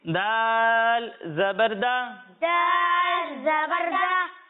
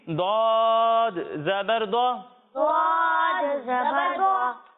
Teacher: جب ہم دال کی ادائیگی کریں گے تو اسے باریک پڑھیں گے، اور جب ہم دود کی ادائیگی کریں گے تو دود حروف مستعلیہ میں سے ہے، اس لیے اسے ہم موٹا کر کے پڑھیں گے